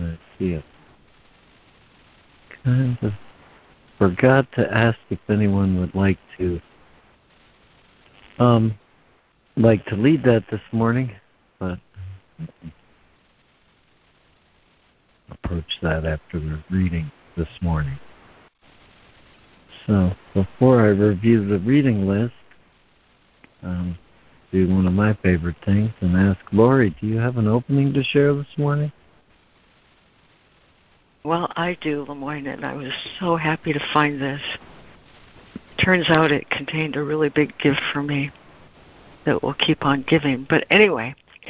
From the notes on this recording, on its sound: ACIM Daily Conference Call.